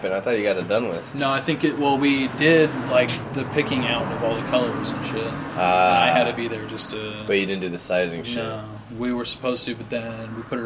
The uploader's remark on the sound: Jump in the car and get lost again.